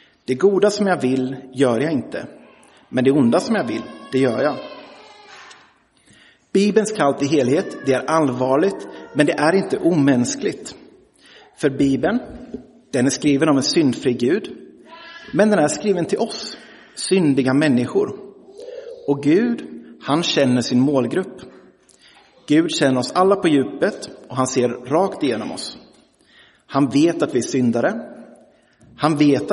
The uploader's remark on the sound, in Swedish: Inspelad i Roseniuskyrkan den 29 januari 2023.